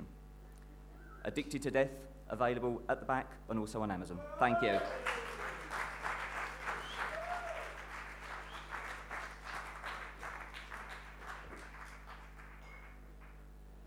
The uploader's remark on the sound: Recorded live at the Brixton BookJam, a free quarterly literary event.